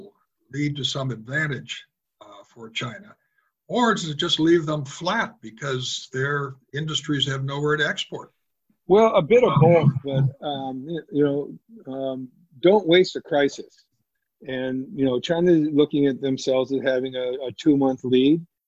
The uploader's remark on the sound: To maintain social distancing this interview was recorded over the web.